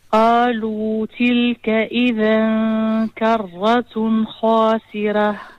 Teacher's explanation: قالوا مد طبيعي، مد مقدار حركتين لا أكثر